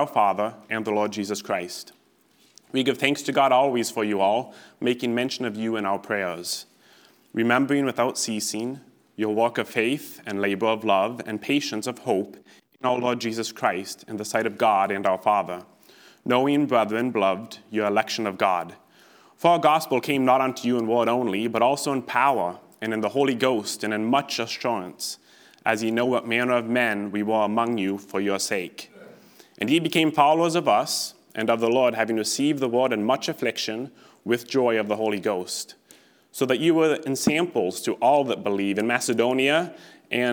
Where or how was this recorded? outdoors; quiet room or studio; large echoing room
large echoing room